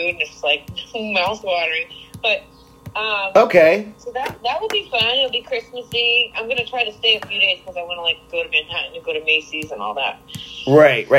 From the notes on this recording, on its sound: A phone conversation